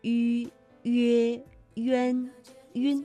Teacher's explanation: 我们口腔啊要近似闭拢，那舌的前部要抬高，气流从口腔呼出 · Term: 迂开头的韵母